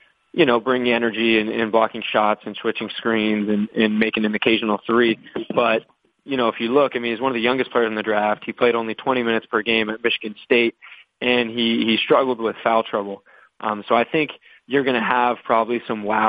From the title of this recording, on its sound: Conference Call